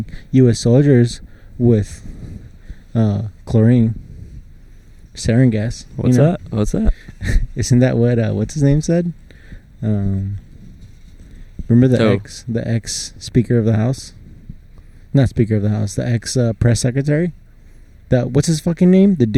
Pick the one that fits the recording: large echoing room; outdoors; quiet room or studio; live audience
outdoors